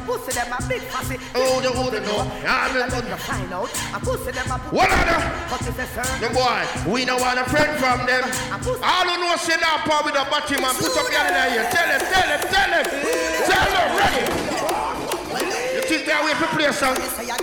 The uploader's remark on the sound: LIVE AUDIO CRACKER BARBER PARTY